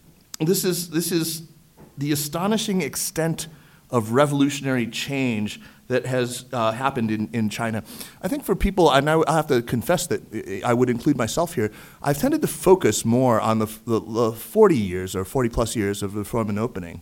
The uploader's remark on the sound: A live show taped on November 11 at the fourth annual NEXTChina Conference at the China Institute in New York.